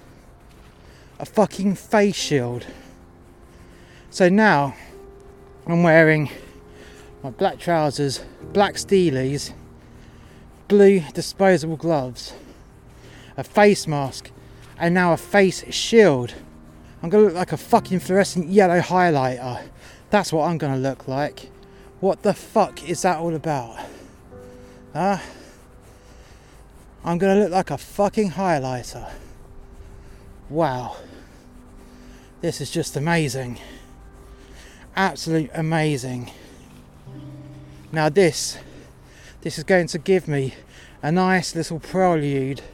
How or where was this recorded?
outdoors